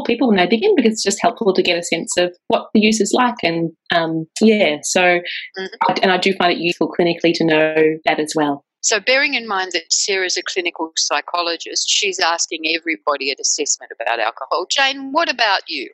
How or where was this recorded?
video call